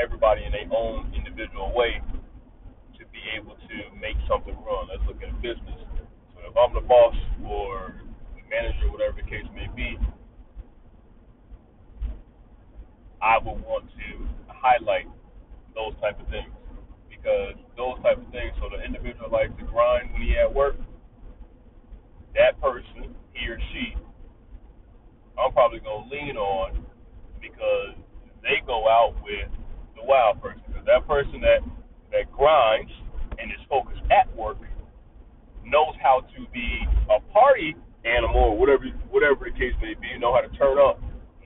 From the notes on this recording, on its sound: Audio is ruff I recorded it in my car while driving.